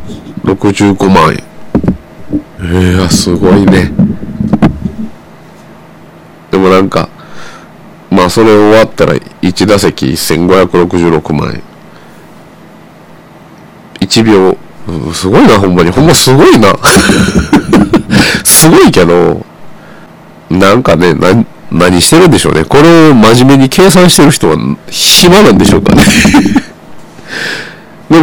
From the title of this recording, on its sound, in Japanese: 全体的にお聞き苦しい回